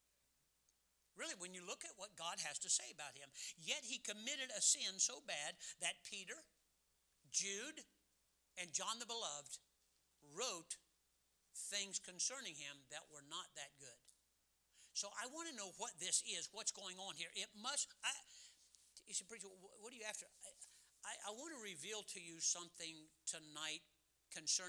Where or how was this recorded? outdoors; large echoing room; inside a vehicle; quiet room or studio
large echoing room